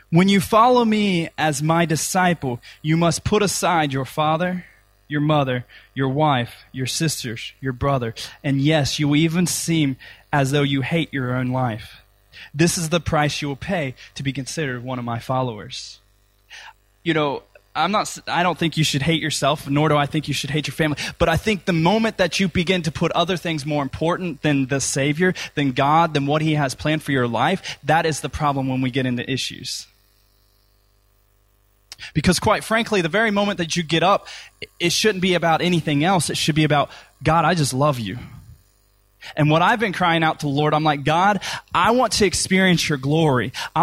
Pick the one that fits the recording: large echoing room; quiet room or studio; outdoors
large echoing room